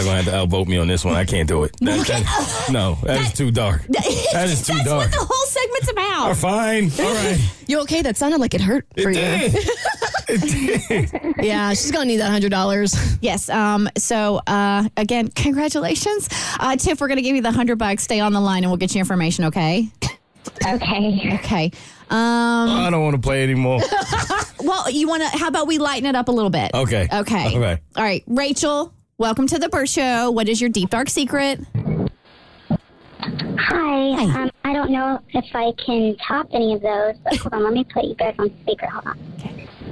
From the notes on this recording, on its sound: Listeners called in with spicy confessions.